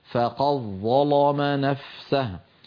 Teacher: يفخم اللام لمجاورتها للظاء ويدغم دال قد في الظاء بعدها